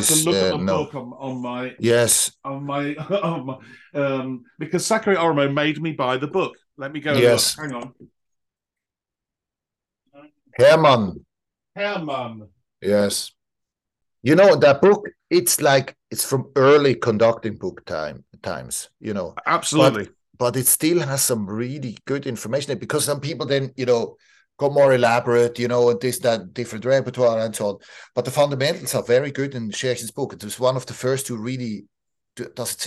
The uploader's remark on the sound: This interview was recorded on 25th May 2023 via Zoom.